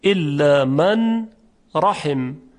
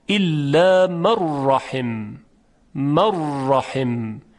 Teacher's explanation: یعنی هیچ اثری از صدای نون یا از آثار صفاتش اینجا دیگه وجود نداره · Term: ادغام کامل